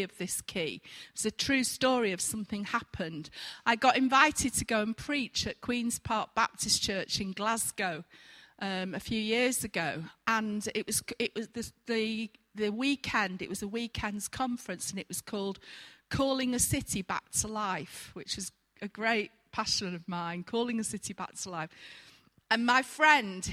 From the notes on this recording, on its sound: Recorded at freedomcentre church, Preston on Sunday 29th September 2019